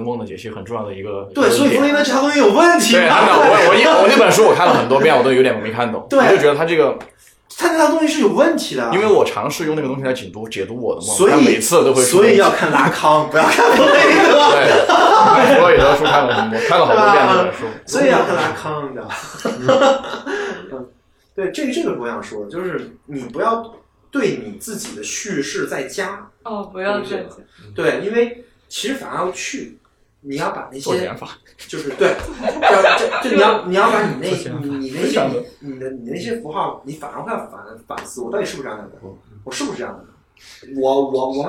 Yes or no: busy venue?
yes